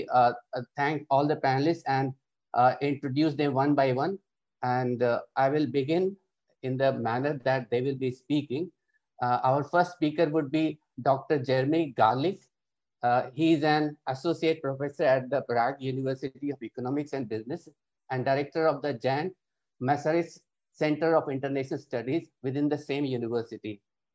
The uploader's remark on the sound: The Middle East Institute has hosted a panel of experts to tackle these and other questions. This public talk was conducted online via Zoom.